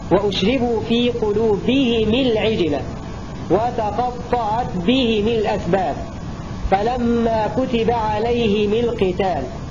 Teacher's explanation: أبو عمرو حالة الوصل يقرأ هذه الأمثلة بكسر الميم تبعا لكسرة الهاء